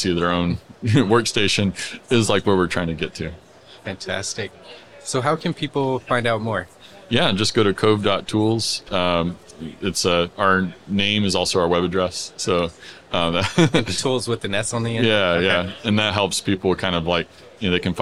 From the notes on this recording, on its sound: We had a LIVE conversation from the expo floor of A'23, the AIA Conference on Architecture.